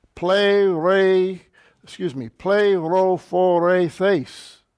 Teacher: notice the accent is on the last syllable, the ultima